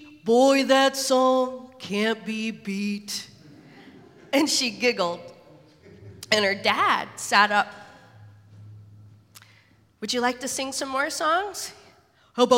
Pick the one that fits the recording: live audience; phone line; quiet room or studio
live audience